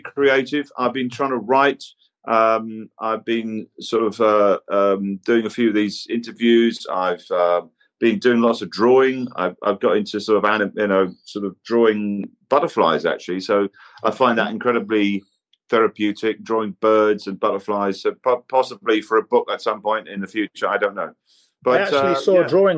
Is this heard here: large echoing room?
no